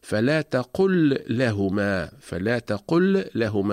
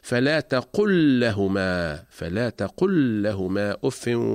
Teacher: فتقرأ لاما واحدة مشددة، ولا يتم الفصل بين اللامين · Shown in: second take · Term: الإدغام